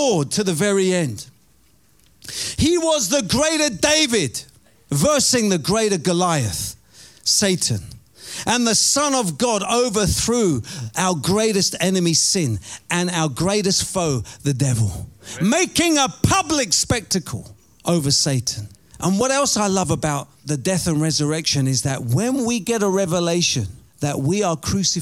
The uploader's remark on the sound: Preaching at Oasis Church, Watford, England.